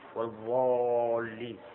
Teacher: ينطق بهذه الضاد ضاء مغلظة أيضا يغلظ نعم يملأ فمه منه